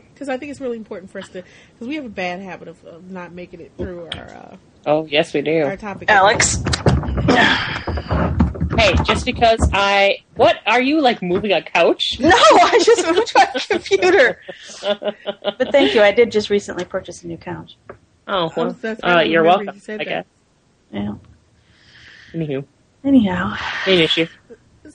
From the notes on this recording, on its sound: we recorded it on the 1#th and we were plagued with technical problems